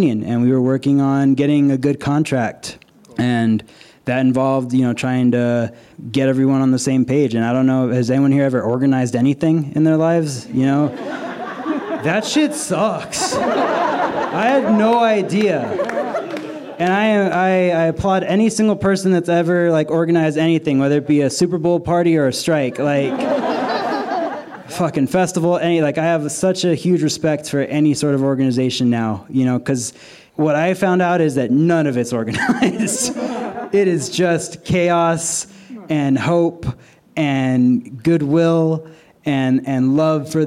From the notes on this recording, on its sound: This story was recorded live at Buntport Theater.